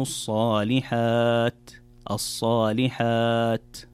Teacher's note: طيب، في الآية التي بعدها قال الله تعالى إلا الذين آمنوا وعملوا الصالحات، إذا سكت لابد أن تأتي بالهمس في هذه التاء، وهي من حروف الهمس، فلما تقرأ الصالحات من الخطأ أن تقرأ وعملوا الصالحات أو وعملوا الصالحات، في الصالحات الوقوف على حرف التاء يكون بهمس وليس بقلقلة أو بإطباق التاء فتختفي كأنها تختفي تماما، فتقرأ إلا الذين آمنوا وعملوا الصالحات الصالحات.